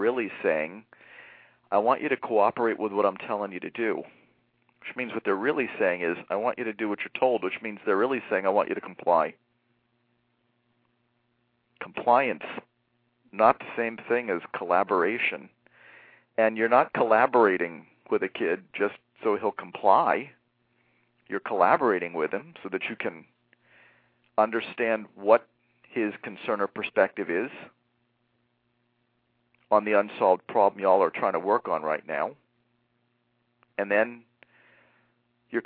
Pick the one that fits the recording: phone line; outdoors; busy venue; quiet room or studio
phone line